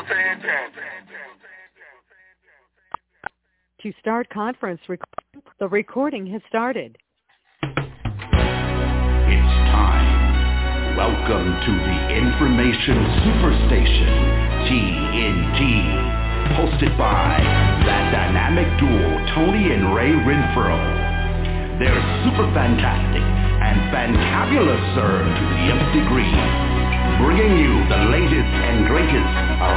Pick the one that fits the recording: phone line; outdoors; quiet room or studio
phone line